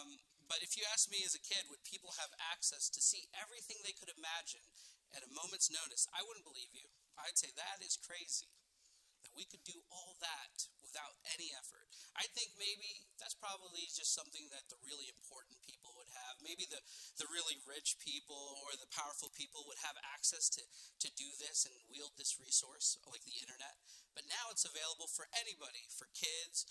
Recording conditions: large echoing room